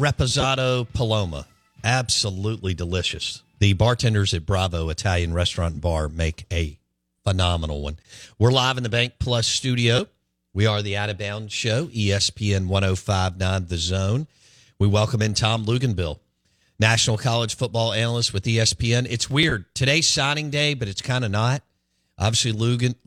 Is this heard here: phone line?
yes